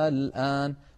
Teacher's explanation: أيضا اللوحة التي بعدها لو سمحت، نلاحظ المثال الثالث، وهو قوله تعالى الآن، وقد مر مرتين في سورة يونس، الآن بمعنى هذا الوقت الذي نحن فيه الآن، دخلت عليها همزة الاستفهام فأبدلت همزة الوصل ألفا فصار النطق الآن